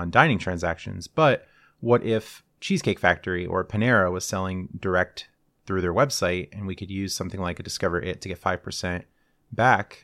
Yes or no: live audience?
no